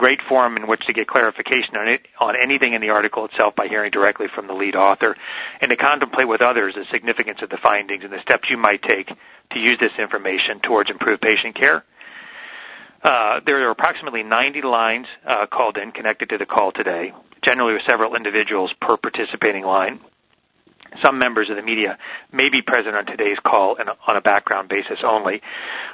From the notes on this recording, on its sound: Author in the Room® Teleconference